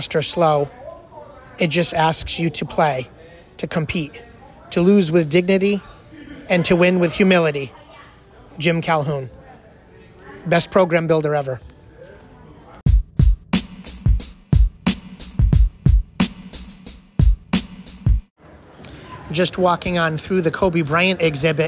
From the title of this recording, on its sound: Live from: The Court of Dreams